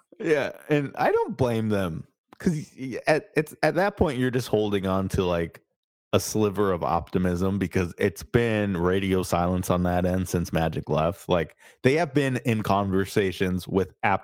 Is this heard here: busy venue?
no